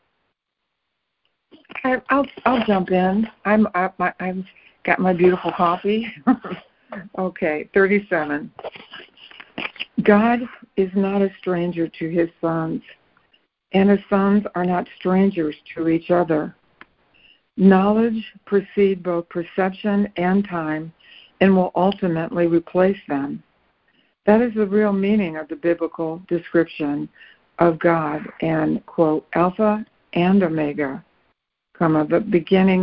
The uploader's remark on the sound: ACIM Daily Conference Call